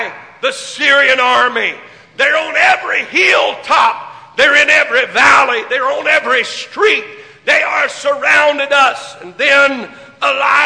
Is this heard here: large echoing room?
yes